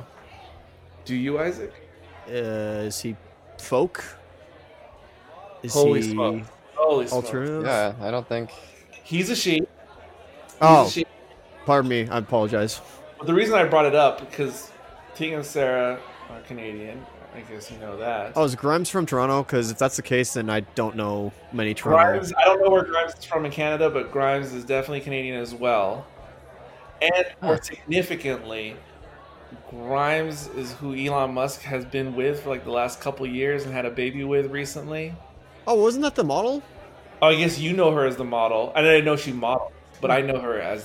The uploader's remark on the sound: This episode was filmed in front of a live bar-side audience